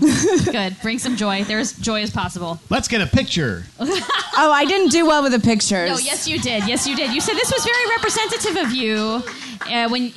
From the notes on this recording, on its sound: A live show. Musical accompaniment/performance. Recorded live at QED in Astoria, NY.